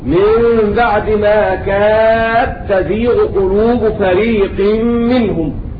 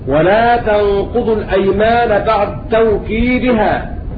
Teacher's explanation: أضغمت الدال في التاء وهي واقعة مفتوحة بعد ساكن لشدة التجانس